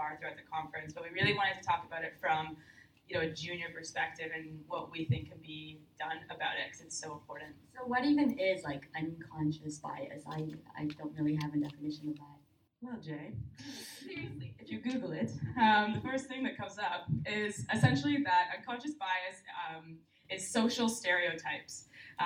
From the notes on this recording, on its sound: Recorded Live at CAN-CWiC. Our first live recording of Confidently Insecure, in front of an audience of university students at the 2018 conference in Halifax, NS.